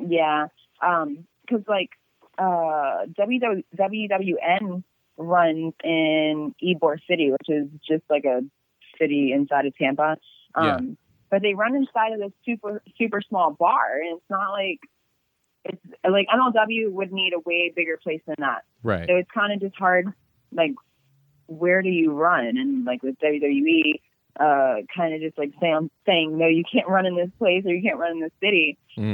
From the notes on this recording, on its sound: Another phone interview knocked out of the park.